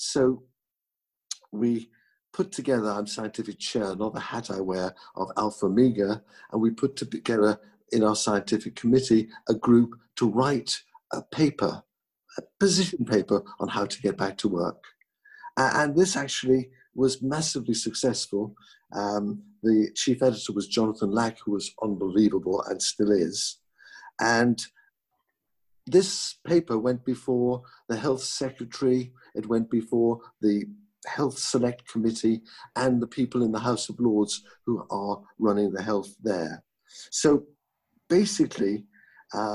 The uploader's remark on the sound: This podcast was recorded via Zoom